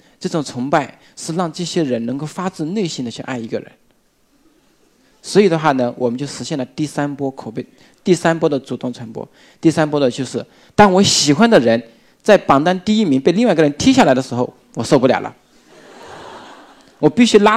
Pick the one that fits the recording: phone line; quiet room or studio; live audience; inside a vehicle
live audience